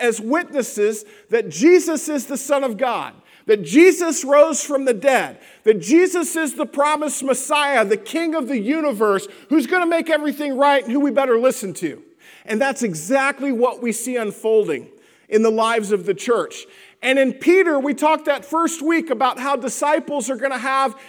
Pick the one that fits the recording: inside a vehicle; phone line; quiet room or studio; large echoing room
large echoing room